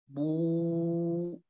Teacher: عندما نقول بو يرتفع من أقصاه، اللسان من مؤخرته يرتفع بو، واضح؟ مع انضمام الشفتين وعدم تضامهما، بل يبقى بينهما فرجة ليمر الصوت. · Term: الواو المادية